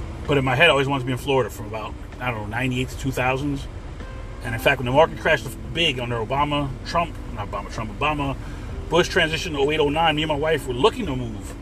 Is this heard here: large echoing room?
no